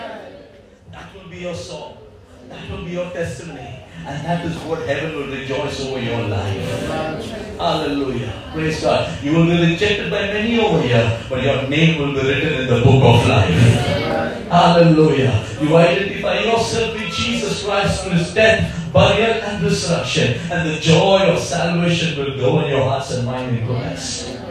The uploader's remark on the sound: Listen to this message delivered in church and many committed their lives to Jesus and got ready for Baptism.